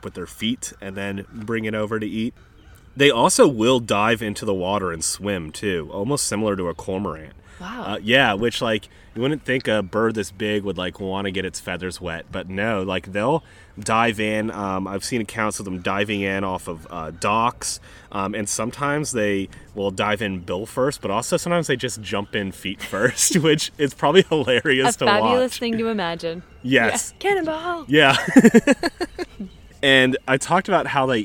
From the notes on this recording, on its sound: As an added bonus, this week we are recording right next to an active Great Blue Heron rookery in beautiful Tall Timbers Maryland! Many birds make appearances with their songs and alarm calls.